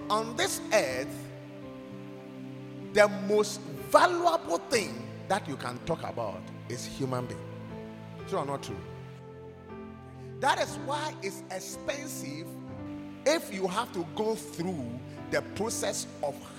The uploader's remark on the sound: preached at God's Haven Ministries, The Purpose Assembly on Sunday 17th September, 2023.